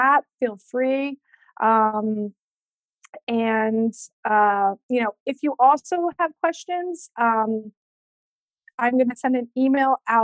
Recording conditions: video call